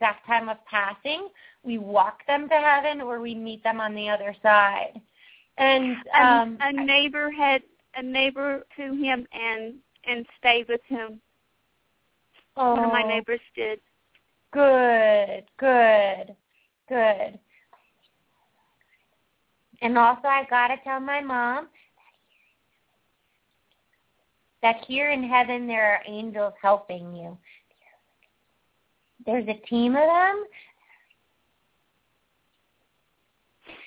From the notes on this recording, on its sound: open up the lines for listeners to call